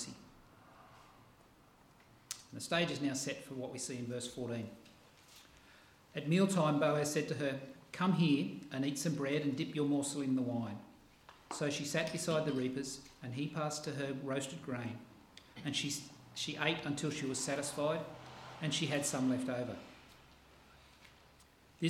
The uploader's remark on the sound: This sermon was preached on the 6th pf August at all services at Helensburgh and Stanwell Park Anglican church.